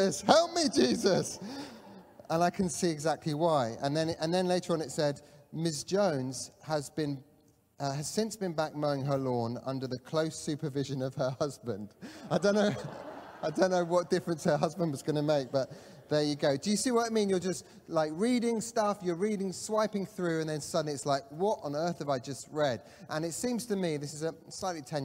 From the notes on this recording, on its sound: Catalyst Live Online Church Service.